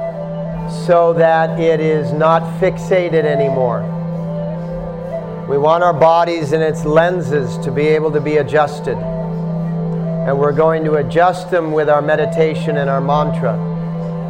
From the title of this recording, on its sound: At The Dharma Temple – Vancouver